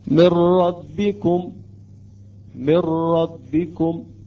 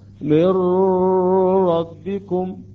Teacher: يعني النون تقريبا تحذف بالكامل، لا أثر للغنة لها ولا نتأخر في حالة الإدغام · Shown in: first take · نقرأ مثل قلنا سابقا من ربكم لا نتأخر لا نقرأ من ربكم، هذا غلط. · Term: الإدغام كامل